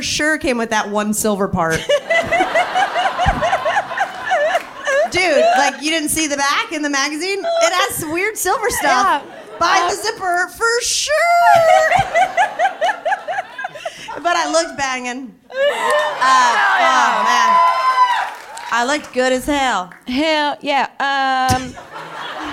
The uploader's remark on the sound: Live in Brooklyn.